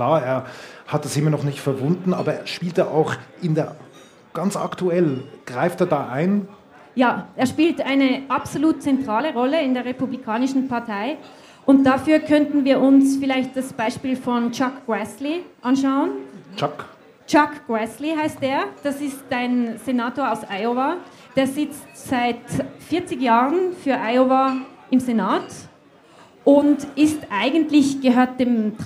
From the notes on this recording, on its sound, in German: Zum ersten Mal in einer Live-Aufzeichnung vor Publikum.